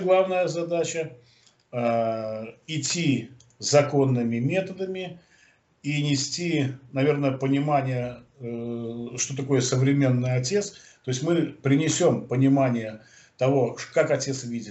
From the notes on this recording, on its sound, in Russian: Первая запись нашего телемоста Москвы и Минска.